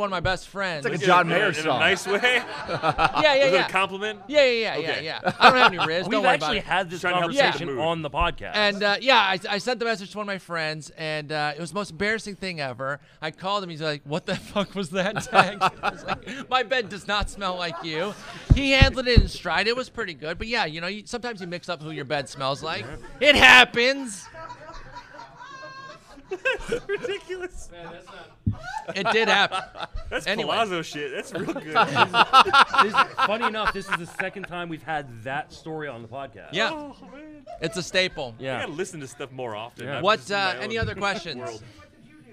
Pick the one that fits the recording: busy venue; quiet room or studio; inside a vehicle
busy venue